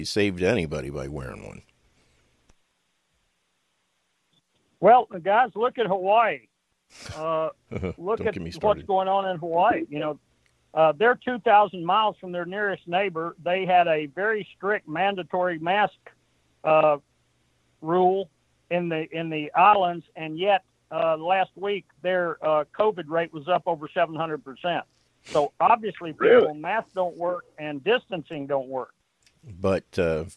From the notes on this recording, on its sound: joins the call and after some technical issues are solved